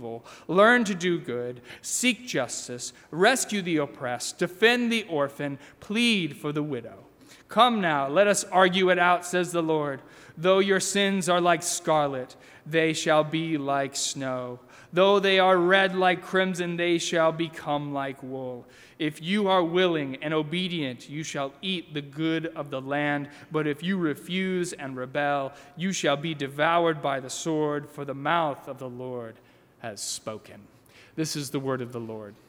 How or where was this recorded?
large echoing room